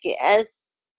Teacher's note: سناية على بعضها وطرف اللسان لجوه، بس لما بتدفعي الهواء يديك السين